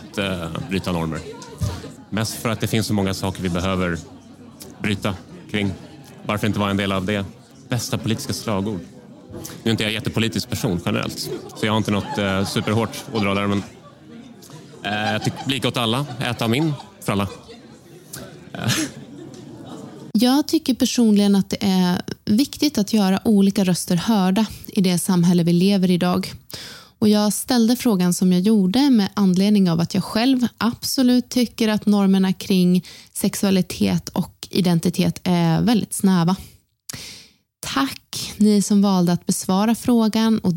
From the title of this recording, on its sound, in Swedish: Special från erotikmässan Kink Bash!